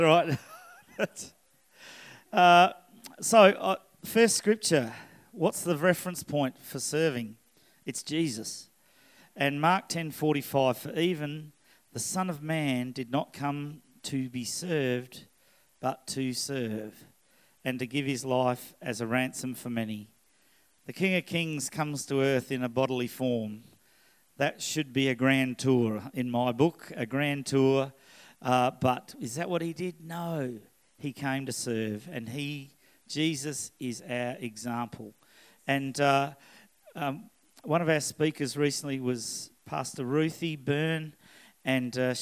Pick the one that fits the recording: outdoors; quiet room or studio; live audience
live audience